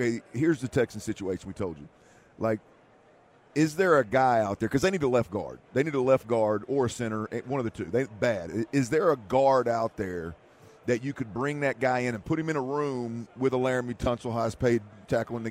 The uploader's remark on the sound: LIVE from Vegas radio row